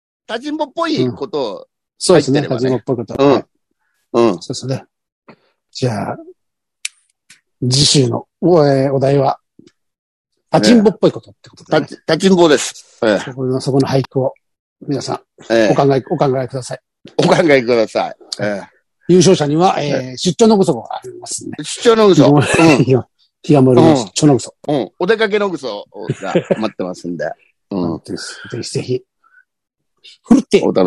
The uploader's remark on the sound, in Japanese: ZOOMで収録